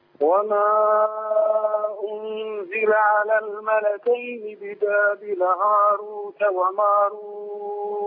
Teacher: حضرتك هتشبع المنفصل وما ست حركات